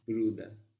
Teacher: you don't really pronounce it like an ER. It's a little bit like an A.